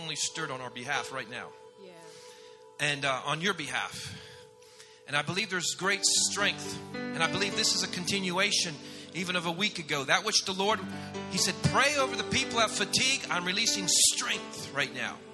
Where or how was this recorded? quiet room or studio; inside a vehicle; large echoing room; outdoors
large echoing room